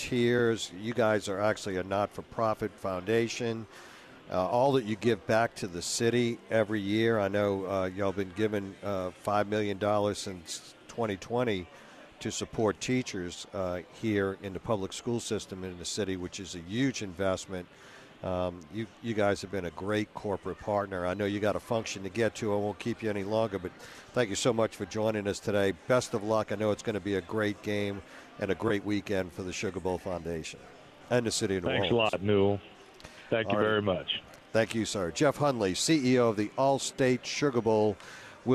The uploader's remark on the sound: broadcasting LIVE from from Caesars New Orleans!